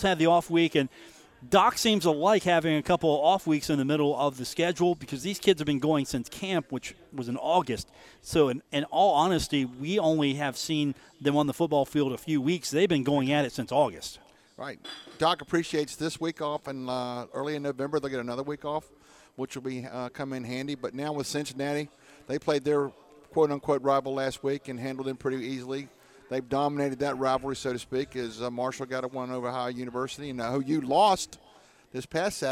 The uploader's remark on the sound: live from The Union Pub and Grill